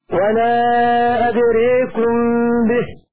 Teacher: فقرأ شعبة بالإمالة في ألف أدرى حيث كانت